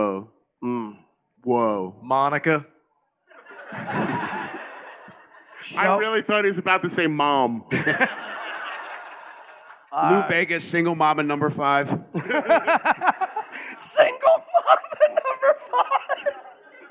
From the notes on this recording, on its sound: LIVE from Skankfest Vegas 2023.